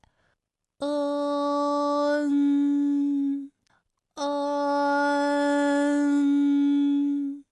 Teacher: 开始呢是开口的，到嗯的时候呢，最后口型是闭住的，舌位的移动是比较小，它几乎是不动的。 · Term: 前鼻音